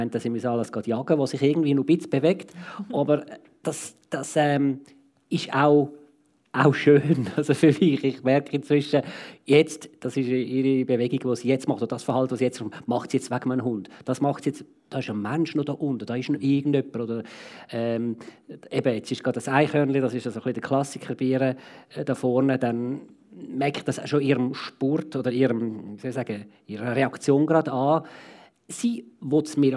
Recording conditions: live audience